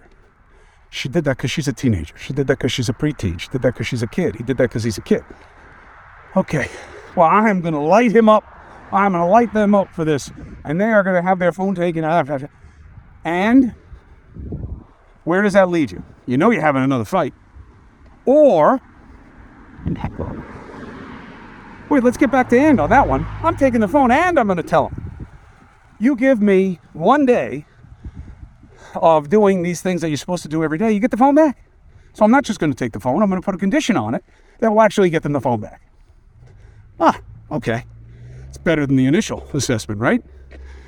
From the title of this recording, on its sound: Walk and Talk